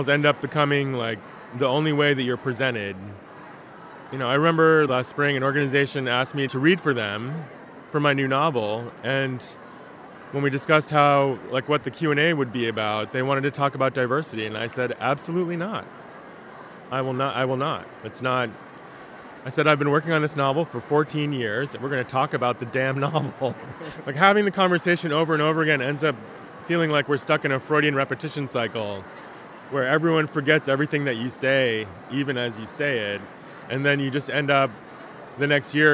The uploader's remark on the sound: camp out at one of the biggest conferences for writers on the planet, held by the Association of Writers & Writing Programs